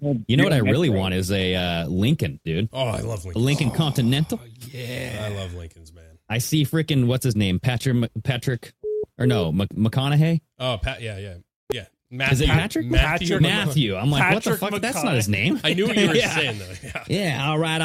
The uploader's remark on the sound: CALL IN SHOW. Weekly call-in shows.